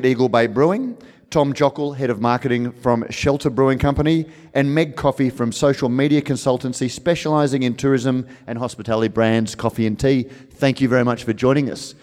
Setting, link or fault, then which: setting, busy venue